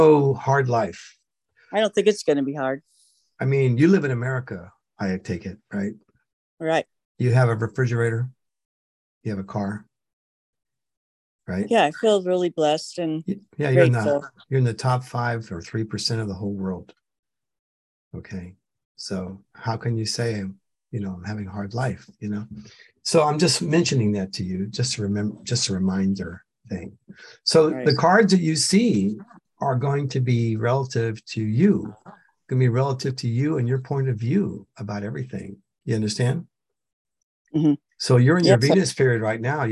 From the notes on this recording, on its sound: The shows are now all hosted on Zoom.